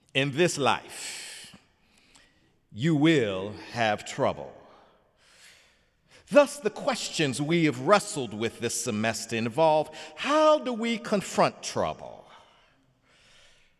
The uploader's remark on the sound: sermon on The Fifth Sunday in Lent, Sunday, April 2, 2017 in the Memorial Church.